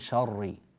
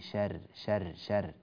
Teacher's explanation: الراء المشددة بالكسر مرققة · Shown in: second take · Term: راء مرققة